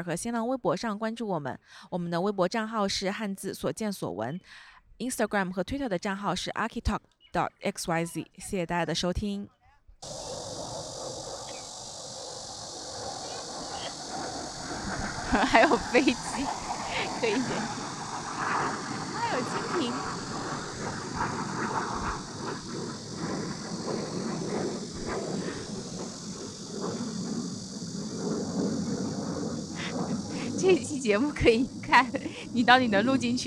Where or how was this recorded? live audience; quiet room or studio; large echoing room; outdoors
outdoors